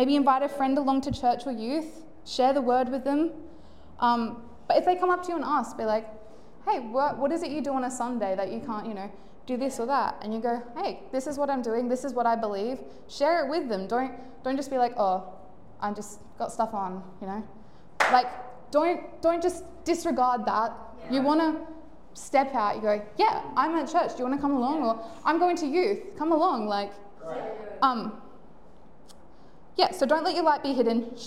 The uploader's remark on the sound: Recorded live at One Heart Church (Port Lincoln) on the 11th of Feburary, 2024.